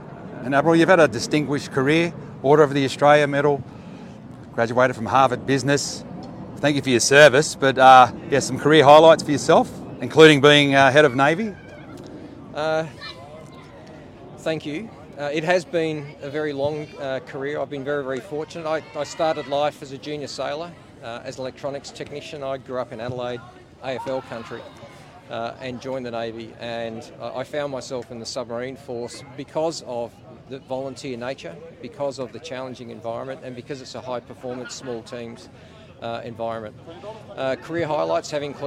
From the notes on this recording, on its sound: This mornings interviews live from the Rabbitohs Centre, Maroubra.